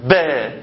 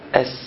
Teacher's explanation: يعني الحرف هيخرج خلاص من مخرجه، بس خرجوا بقى يا جماعة باندفاع، باندفاع با، ولا بهدوء وبرخاوة